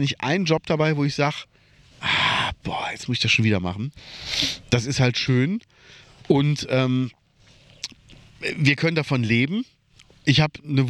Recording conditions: outdoors